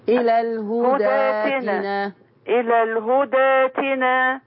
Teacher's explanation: في الوصل بقى هتتقلب الف، بس الالف اللي هتتقلب دي ما بتعملش فيها فتح ولا تقليل